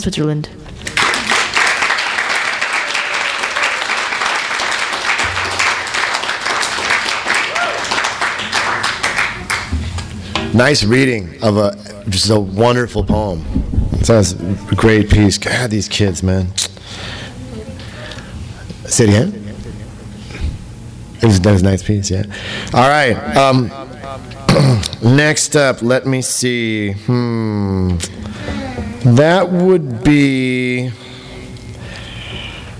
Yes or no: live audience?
yes